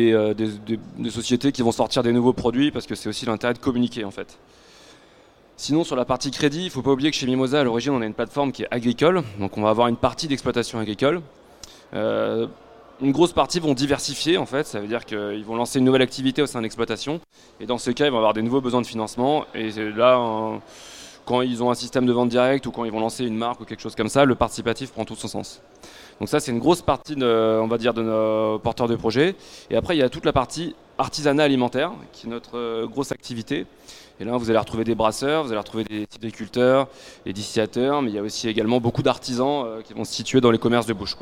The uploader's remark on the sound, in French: Conférence donnée au salon BRADIS